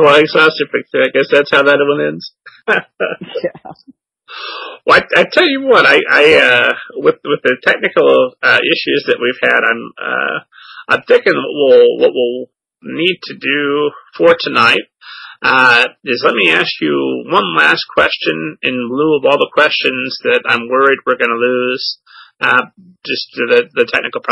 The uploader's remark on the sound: Unfortunately, large parts of our talk were lost due to technical difficulties. We conducted this interview by phone out of necessity, which is why there's no video, and I used new recording software for the first and last time.